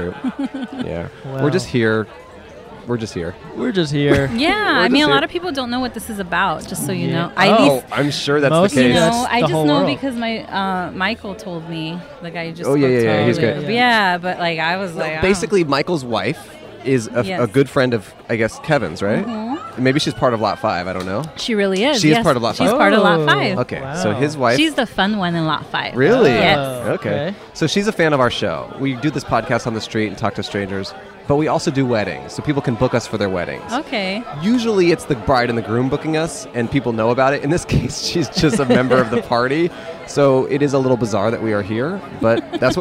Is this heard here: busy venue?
yes